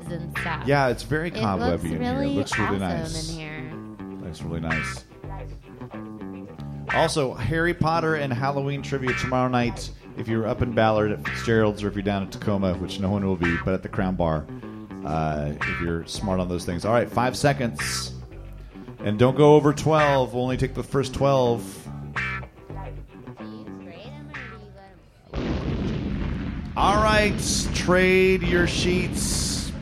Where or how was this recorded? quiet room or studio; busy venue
busy venue